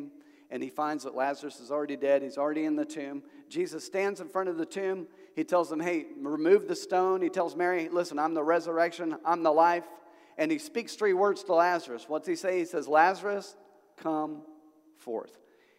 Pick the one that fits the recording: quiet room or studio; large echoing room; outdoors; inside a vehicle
large echoing room